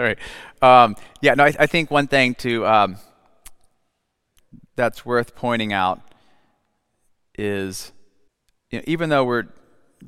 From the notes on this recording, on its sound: The evening was held at the Lund Main University Building and ended with a Q&A with the audience.